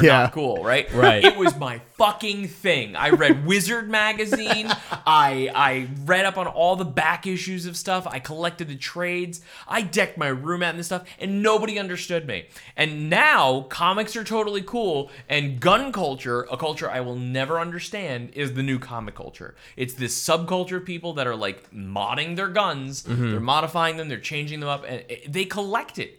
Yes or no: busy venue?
no